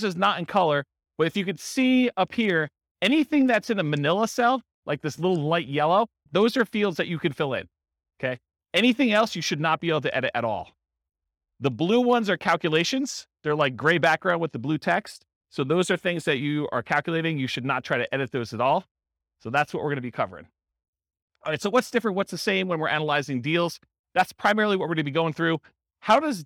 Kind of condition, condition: setting, live audience